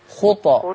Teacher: وأنا بقلقل الطاء في خطى أفك الشفة أفك الفك ما أقولش خطو خطى.